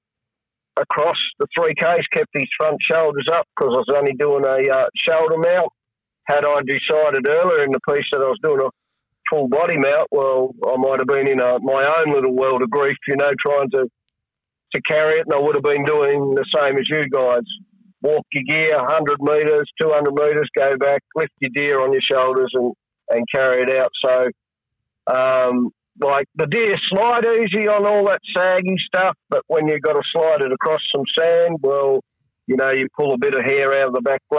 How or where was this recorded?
phone line